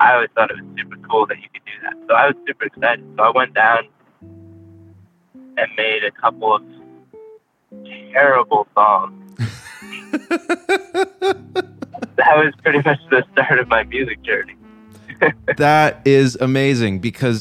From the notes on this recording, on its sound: over the phone